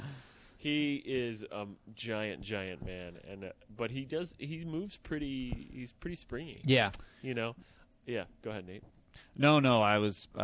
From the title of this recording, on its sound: Live From Summer League